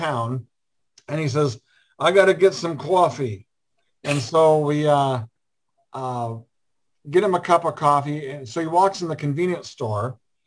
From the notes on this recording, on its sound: We held our Zoom Session. Two international guests were a part of the show.